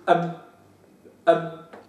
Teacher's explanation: الباء تخرج من مخرج فرعي وهو إطباق الشفتين، أما مخرجها الخاص فهو أسفل باطن الشفة السفلى، أسفل باطن الشفة السفلى مع الشفة العليا، أو ما يحاذيه من الشفة العليا. · Term: حرف الباء